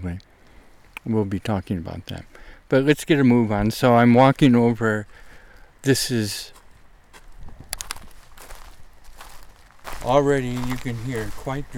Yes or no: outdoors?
yes